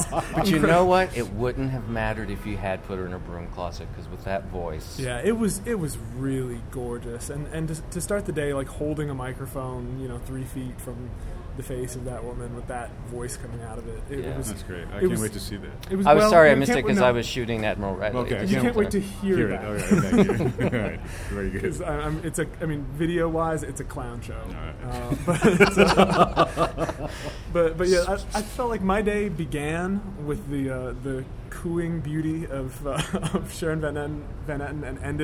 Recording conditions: outdoors